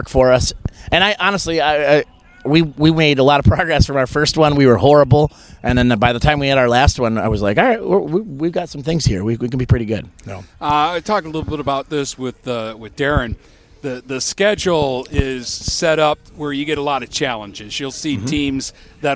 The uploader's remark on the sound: Live From Marine City Football Camp!